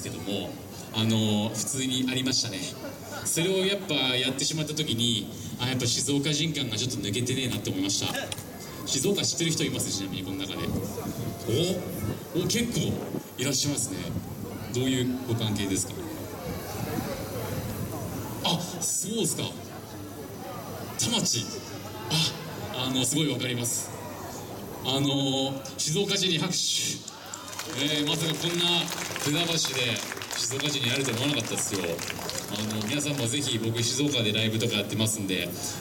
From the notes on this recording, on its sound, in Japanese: 公開収録編！西武船橋タワーミニとのコラボイベントにて収録。